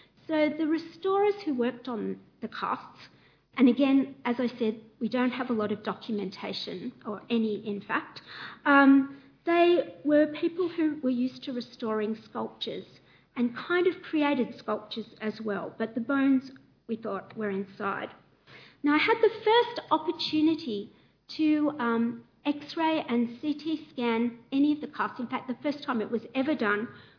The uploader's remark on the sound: A Sydney Ideas lecture co-presented with the Department of Classics and Ancient History and the Nicholson Museum at the University of Sydney